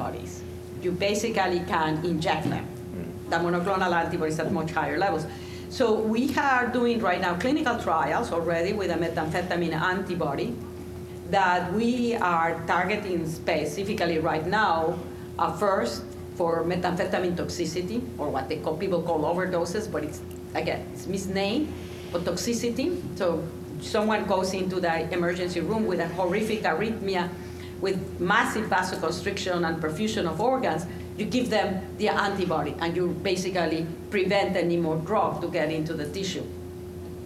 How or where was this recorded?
busy venue